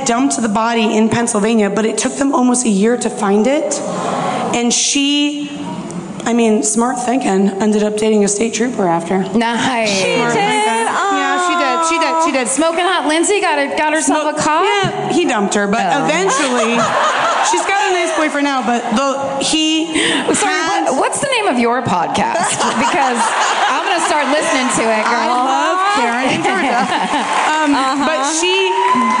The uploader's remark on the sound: This week’s My Favorite Murder comes to you live from the Rams Head Live.